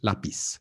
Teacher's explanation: En América Latina decimos lápiz. We say like an S